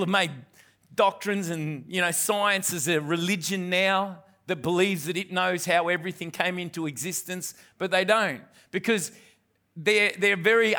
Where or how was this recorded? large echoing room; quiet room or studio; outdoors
large echoing room